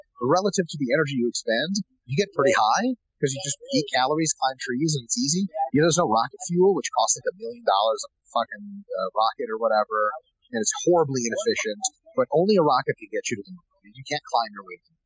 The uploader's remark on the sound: This time he's at the Olympia and records in a gym, so sorry for the audio.